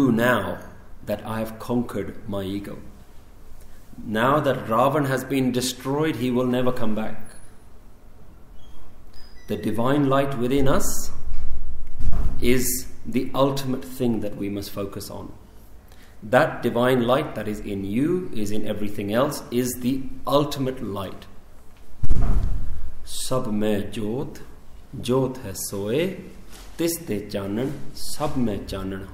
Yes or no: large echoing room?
yes